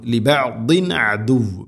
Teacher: തൻവീന് ശേഷം ഐന് വന്നാൽ ഇസ്ഹാർ, തൊണ്ടയിൽ നിന്ന് വരുന്ന അക്ഷരമാണ് ആയിന്